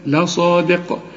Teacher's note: والصاد مفخمة، وبالذات إذا كان بعدها ألف تبقى أعلى درجات التفخيم